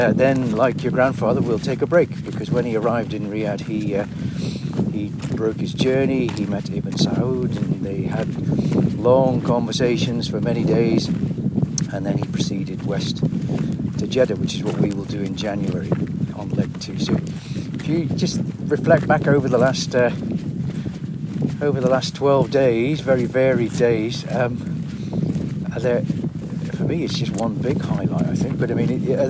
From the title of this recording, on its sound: A windy walk to Abu Jifan Fort